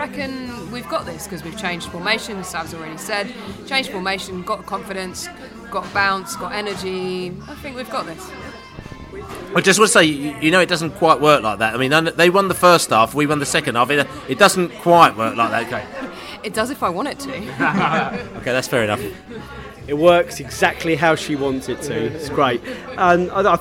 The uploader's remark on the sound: Pre-Match Podcast From The Pub